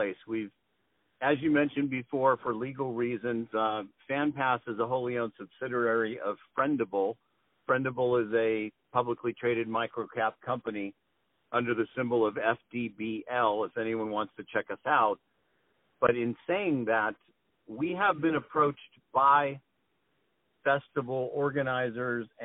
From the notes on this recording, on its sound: On the phone